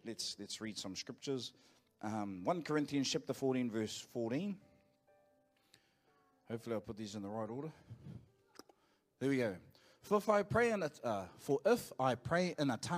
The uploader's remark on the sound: Live from IwiTapu Destiny Church Hawkes Bay